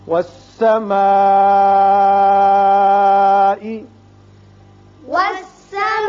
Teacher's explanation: بڑا مد ہے، مد متصل، پانچ حرکات الازمی طور پر آپ کھینچیے